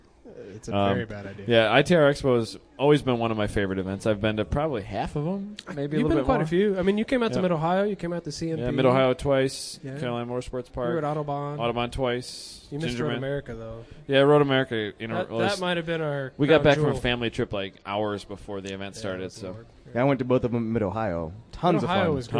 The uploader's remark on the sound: Live from HondaMeet15